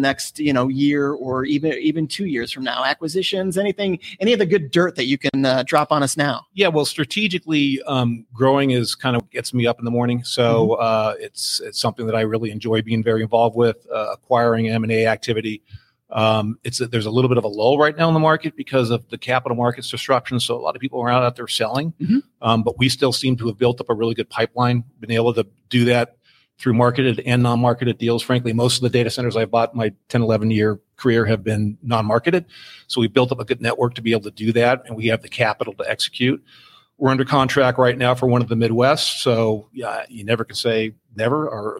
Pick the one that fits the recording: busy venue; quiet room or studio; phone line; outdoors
busy venue